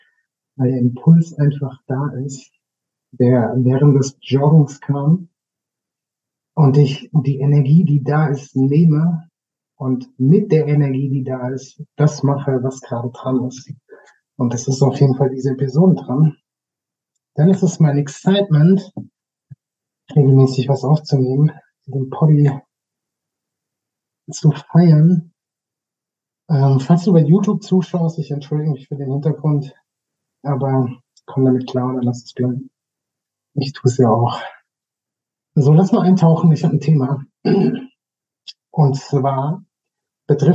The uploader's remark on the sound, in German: Ich mag mich für die Ton-Qualität entschuldigen, da ich da etwas unaufmerksam war